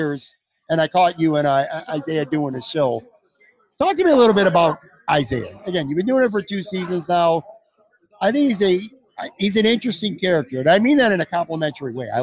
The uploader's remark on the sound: Imperial LIVE Series. A conversation that was streamed live at Imperial Pizza in South Buffalo. Imperial Pizza (1035 Abbott).